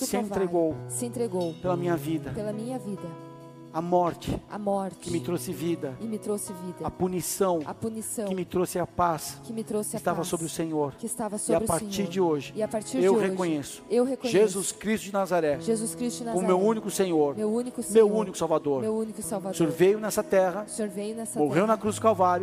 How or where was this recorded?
large echoing room